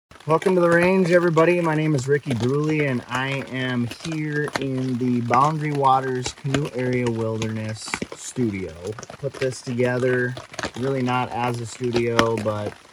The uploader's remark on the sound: On location in the Boundary Waters Canoe Area Wilderness of Minnesota. On a recent solo canoe trip, shortly after a severe thunderstorm rolled through.